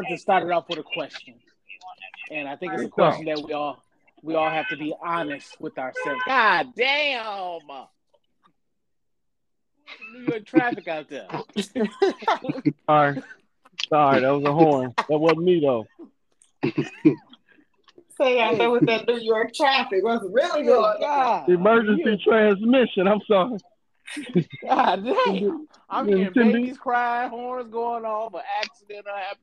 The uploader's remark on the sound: we have a normal phone conversation